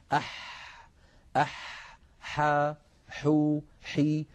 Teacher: حرف الحاء يا إخوة حرف عربي يخرج من وسط الحلق كما نعلم، والحاء فيها جريان للنفس وجريان للصوت